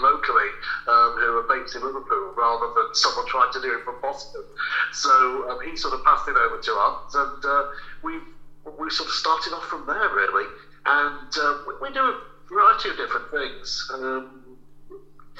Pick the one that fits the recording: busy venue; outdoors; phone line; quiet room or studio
phone line